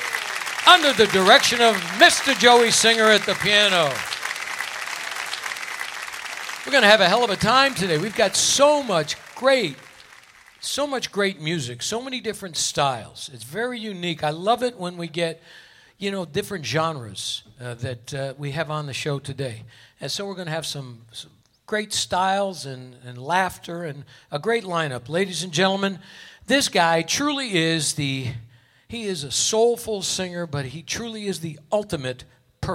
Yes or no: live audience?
yes